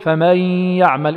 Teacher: ذهبت النون وشددت الياء وبقيت الغنة، والغنة ما في شك أنها صفة النون الذاهبة، فهو إدغام · Term: إدغام ناقص